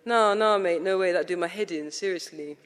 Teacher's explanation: It's hard even to reproduce the flatter, classically northwest London vowels of my middle brother, who mixes the plain song of Anglo-Saxon phraseology with slight but detectable Caribbean rhythms